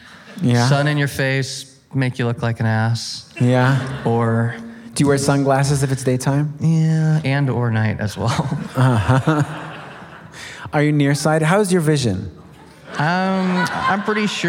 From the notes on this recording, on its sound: We announced this surprise Talkhouse Podcast live episode at Life is Beautiful less than 45 minutes before it started. By the time the venue where we were recording opened its doors, an impossible line snaked through rows of metal dividers, down the block, and out of sight around the corner.